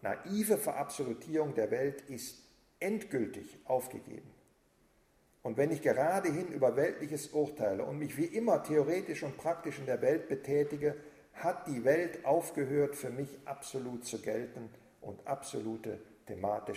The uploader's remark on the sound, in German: Vortrag im Rahmen der Husserl-Arbeitstage 2009.